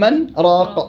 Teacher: متقاربين صغير حكمهما الإظهار بسبب السكت. إذن السكت لا يمنع العلاقة وإنما يمنع الإضغام.